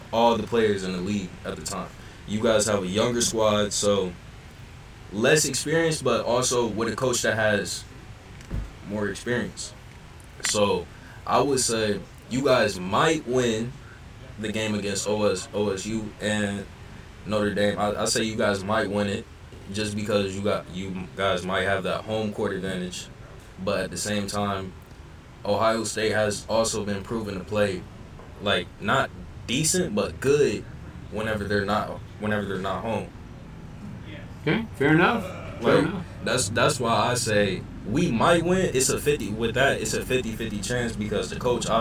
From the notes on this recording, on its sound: Join us this week as we are live from Potato Creek State Park for the 23rd Annual CCF Church Campout.